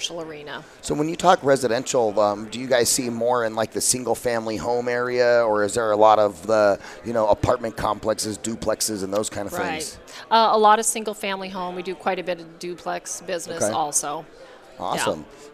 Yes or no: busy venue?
yes